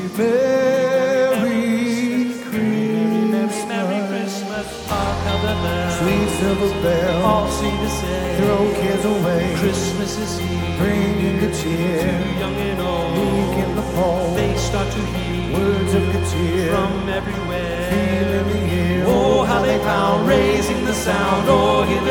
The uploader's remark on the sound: Recorded live at Stevens Creek Church.